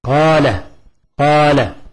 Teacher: ما في سبب للمد، يمد مد طبيعي حركتين، وذكرنا الحركة بقبض الأصبع بطريقة متوسطة ليست سريعة ولا بطيئة